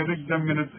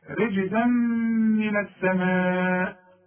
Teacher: فين الغنة؟ الغنة بمقدار حركتين · Shown in: second take